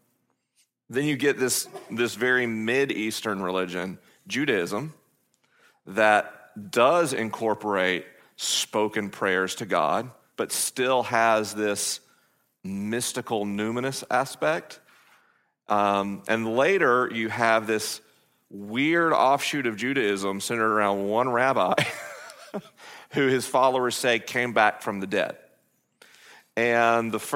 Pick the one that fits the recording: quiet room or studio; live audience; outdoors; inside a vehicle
live audience